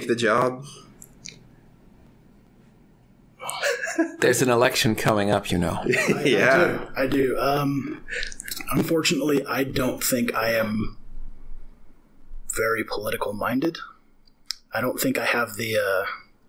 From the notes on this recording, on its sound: Sorry for the audio quality issues. There is mild distortion throughout, and sometimes the sound cuts out entirely. We were trying a new setup and it seemed fine during our sound check.